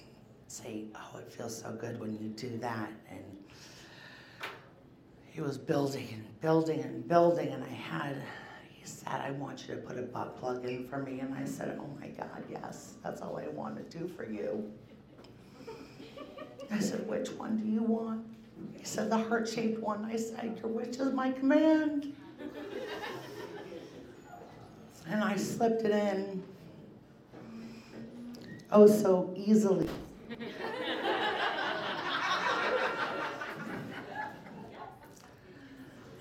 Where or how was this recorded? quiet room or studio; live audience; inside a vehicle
live audience